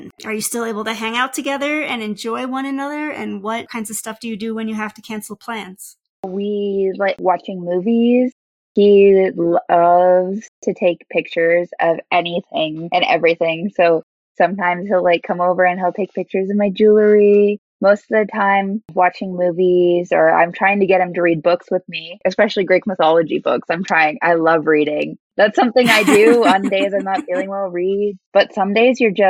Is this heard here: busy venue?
no